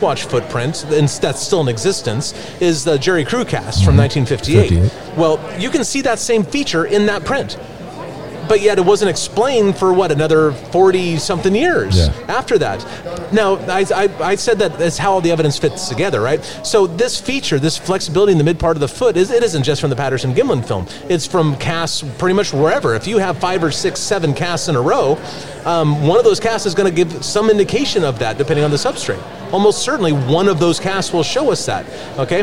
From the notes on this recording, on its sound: Michigan Bigfoot Conference. At a recent Bigfoot conference and do a lightning round between visitor to our vendors booths.